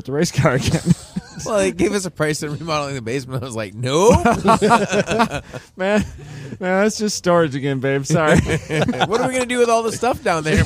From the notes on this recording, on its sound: We're still at COTA